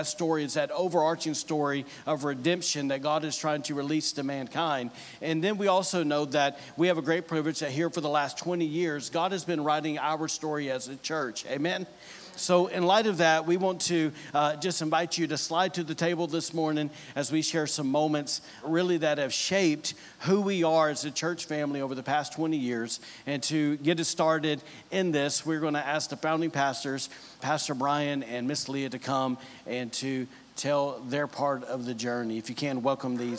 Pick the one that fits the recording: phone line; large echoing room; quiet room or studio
large echoing room